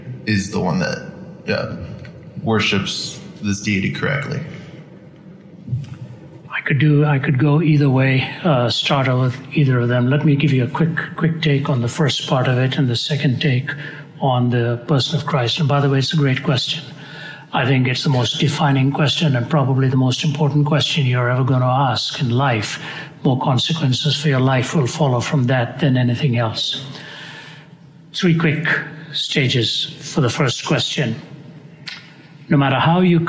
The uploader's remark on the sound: during a Q&A session at Arizona State University